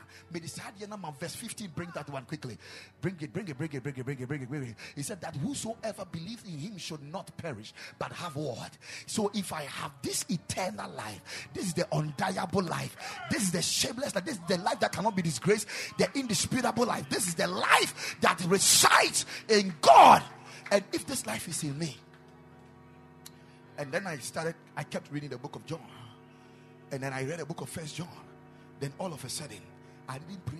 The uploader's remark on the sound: Preached at the Ekklesia Chapel